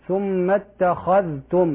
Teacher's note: أيضا قوله تعالى ثم اتخذتم، الخاء مفخمة يا إخوة، ثم التخاء خاء، لا نقول ثم التخاء، وكذلك لا ندغم الذال في التاء. اتخذتم في رواية حفص لا بد من إظهار الذال